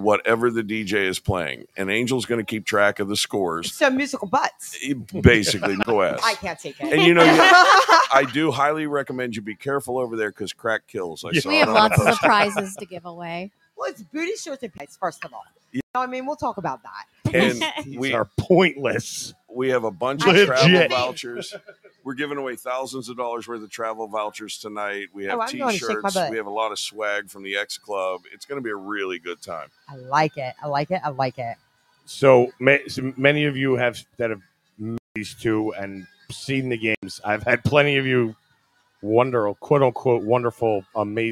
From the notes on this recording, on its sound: The USDPnation is LIVE from the XClub in Canada.